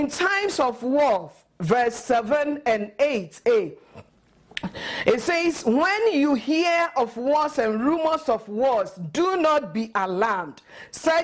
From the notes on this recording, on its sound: at Living Word Assembly of God Church